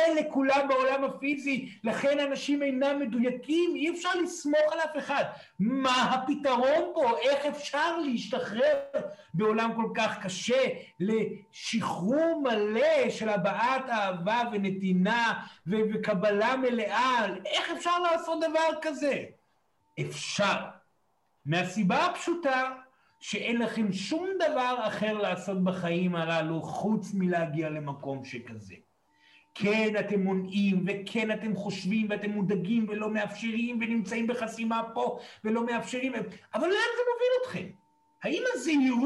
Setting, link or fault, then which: setting, live audience